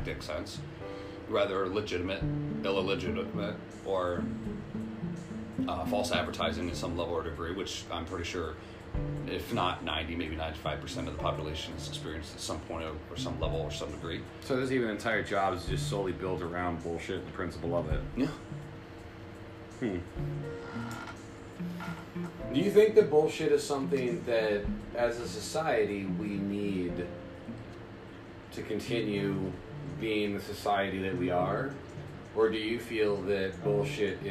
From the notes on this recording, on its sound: We also learn to not have a fan running during recording.